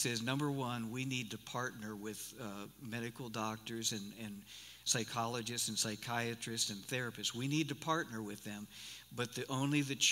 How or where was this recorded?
large echoing room